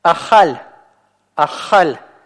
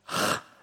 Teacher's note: каф у нас здесь произносится по щелевому варианту